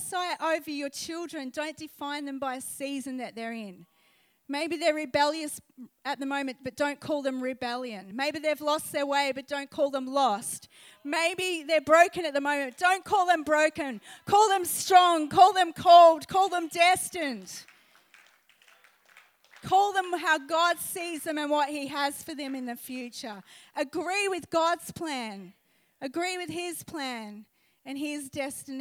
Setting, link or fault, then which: setting, live audience